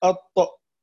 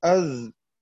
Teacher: ستجد أن الطاء ينعدم معها النفس، والذال يخرج معها شيء يسير جدا من النفس، والسبب أن الذال يجري معها الصوت، أي فيها رخاوة، وجريان الصوت يحتاج لشيء من النفس القليل لدفعه.